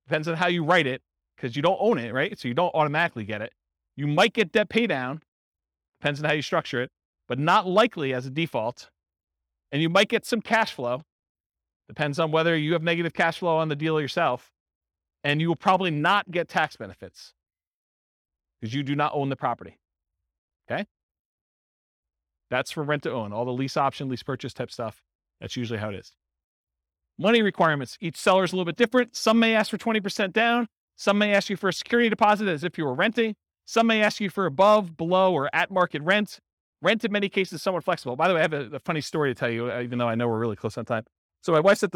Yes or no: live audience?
yes